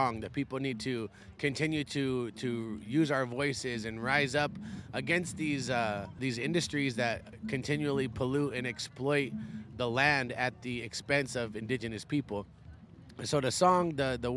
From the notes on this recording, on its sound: Sounds from the Eastlake Music Festival held each year at the Lake Merritt Amphitheater in Oakland. Interviews with organizers, musicians, and artists from this year’s festival as well as music from some of the performers.